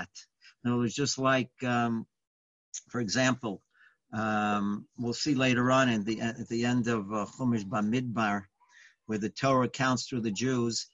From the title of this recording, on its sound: Live On Zoom: 6-4-2020